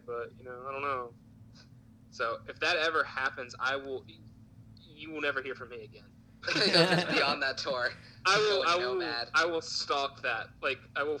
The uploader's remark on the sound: With the COVID-19 situation, we are continuing to distance ourselves and doing this via Facetime. We would like to apologize for the not so perfect audio still.